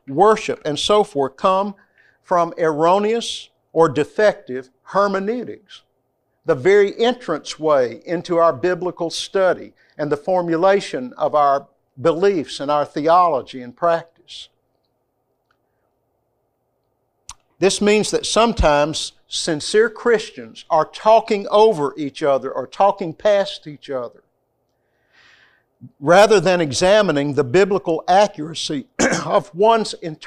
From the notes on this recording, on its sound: This lecture comes from the classroom of CBTS.